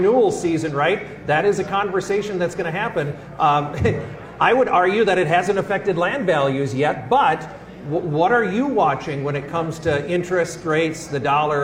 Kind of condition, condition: setting, live audience